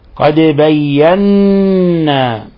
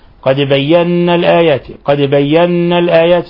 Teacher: النون المشددة هذه صفتها أنها حرف أغن، حرف غنة مشدد · Shown in: first take